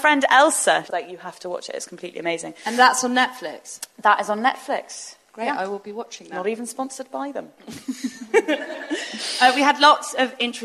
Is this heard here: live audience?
yes